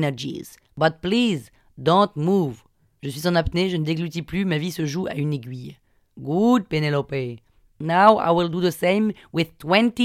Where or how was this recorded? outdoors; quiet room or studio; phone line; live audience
quiet room or studio